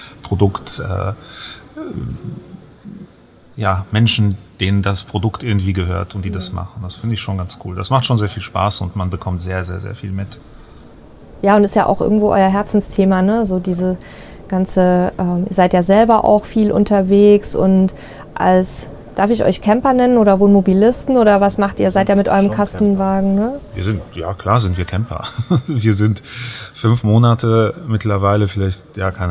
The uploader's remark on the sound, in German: Caravan Salon 2023 Interview. Die heutige "Live"-Folge vom Caravan Salon ist gleichzeitig sowas wie ein kleines Familientreffen. Auf der Messe treffen wir sie aber immer.